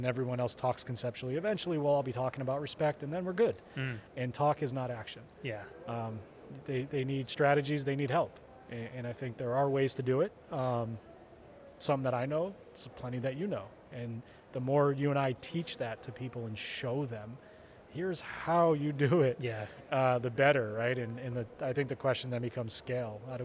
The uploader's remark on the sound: From the GBMP Northeast Lean Conference!